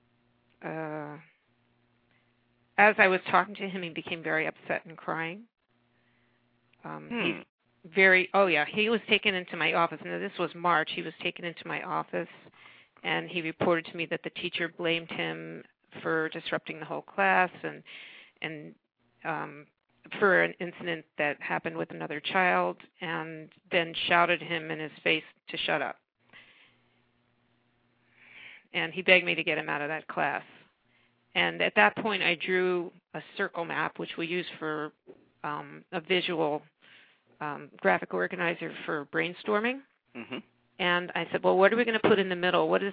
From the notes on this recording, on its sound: A special education teacher called